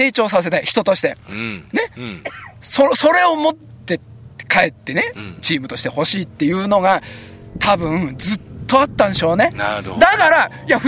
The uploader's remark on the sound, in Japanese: 長野県ビーナスラインの霧ヶ峰高原にて。バイクツーリングをして青空対談収録を開催いたしました。